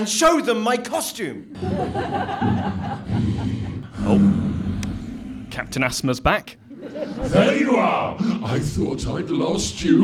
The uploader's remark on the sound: Live halloween special. Recorded with a live audience at The Buxton Festival Fringe!